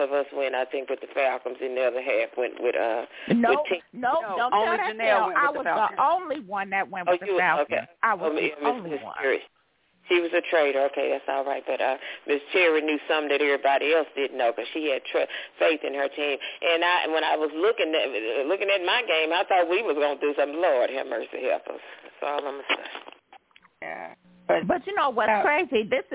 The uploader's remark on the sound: your phone calls